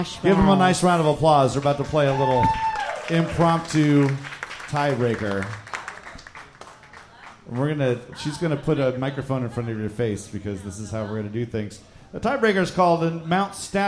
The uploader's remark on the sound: Live at the Skylark! Our first live episode!